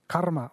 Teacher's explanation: The other one that English is difficult is the R, which is easy in Indian languages because it's called a retroflex R, and your tongue is curled up and back